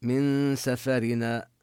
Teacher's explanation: النون حكمها الإخفاء قبل السين